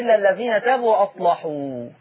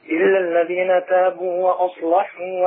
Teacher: غلظ ورش اللام لأنها مفتوحة ومسبوقة بالصاد ساكنة · Term: يغلظ اللام